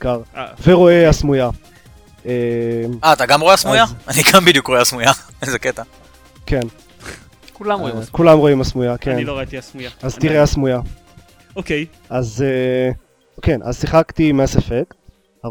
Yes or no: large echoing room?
no